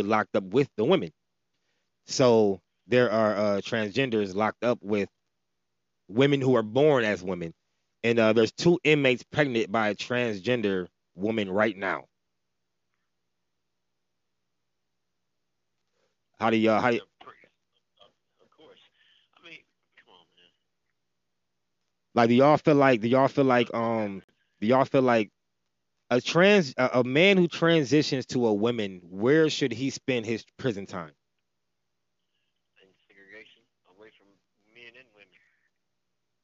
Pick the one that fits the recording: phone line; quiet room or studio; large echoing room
phone line